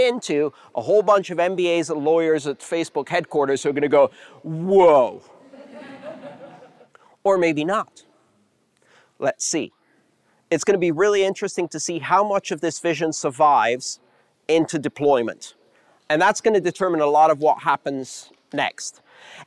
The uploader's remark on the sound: the live crowd and that guy with the great laugh about three quarters through